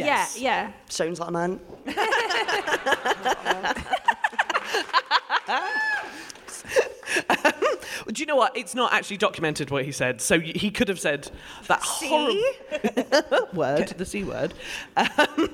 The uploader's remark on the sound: We're back in Edinburgh for another fantastic episode of DWSC from their amazing sell-out run at the Fringe! Today's packed audience were in for a treat. We then hear from a member of the audience.